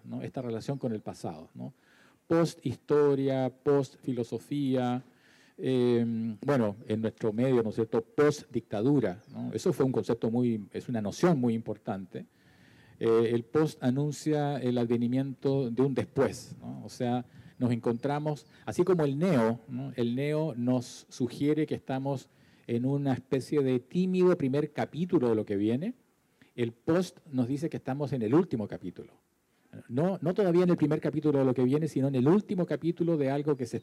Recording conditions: busy venue